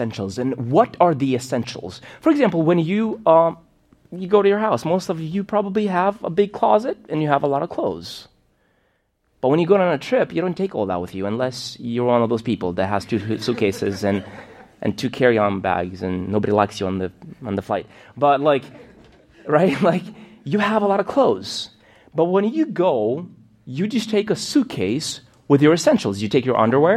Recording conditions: large echoing room